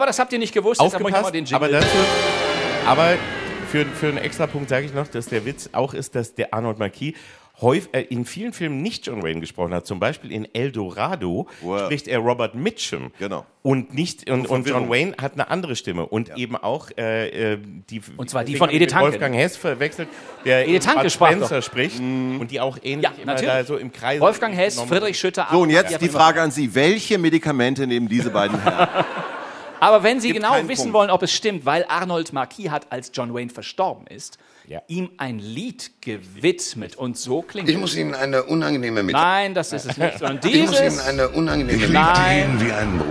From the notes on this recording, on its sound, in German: vor Publikum